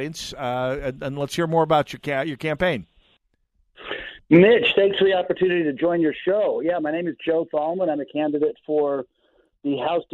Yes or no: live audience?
no